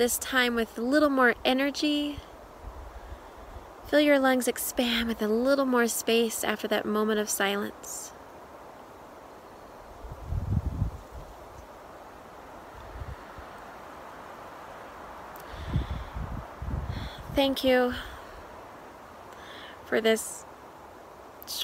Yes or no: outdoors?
yes